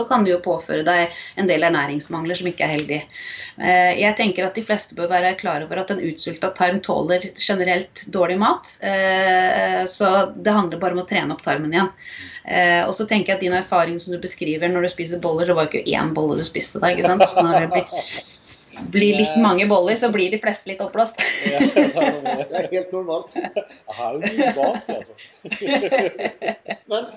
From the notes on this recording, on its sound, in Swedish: med oss på skype